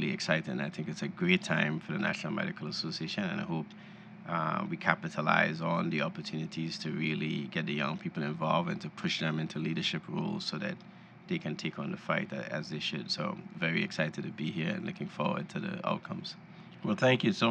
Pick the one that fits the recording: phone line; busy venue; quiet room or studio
busy venue